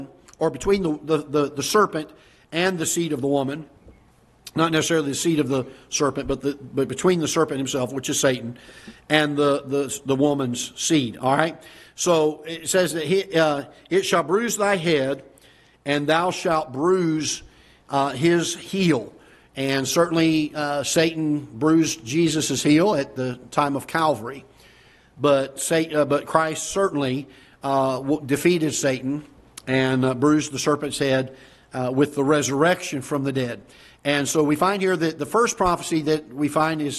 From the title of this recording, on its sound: Ketha Heights Baptist Church ~ Live Broadcast